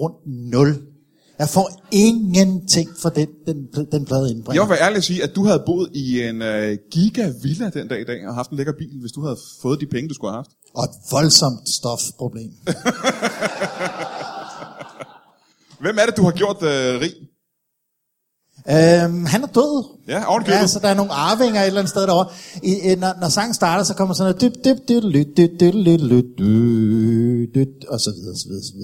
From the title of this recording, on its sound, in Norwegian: LIVE fra Comedy Zoo